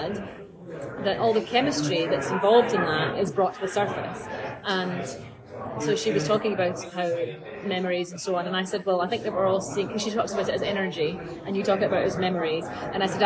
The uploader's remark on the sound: (please note this episode is recorded in Starbucks so may have more background noise than a usual podcast).